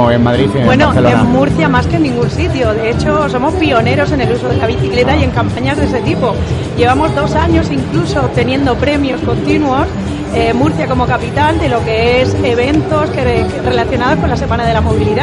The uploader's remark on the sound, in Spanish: en directo desde #EventoDays, que se desarrolló los días 6 y 7 de julio en IFEMA